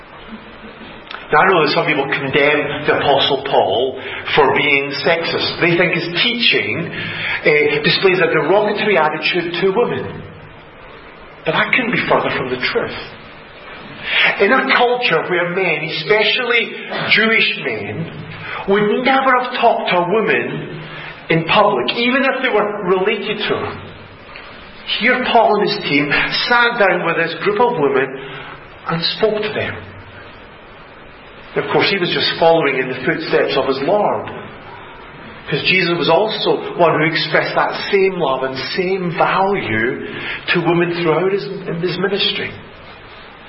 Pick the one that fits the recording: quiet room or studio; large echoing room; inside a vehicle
large echoing room